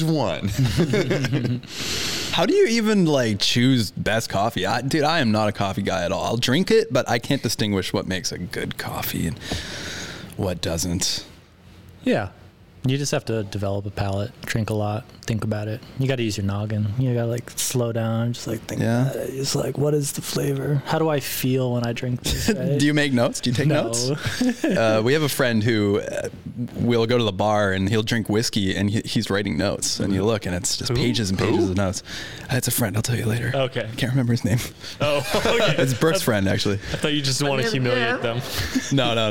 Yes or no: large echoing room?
no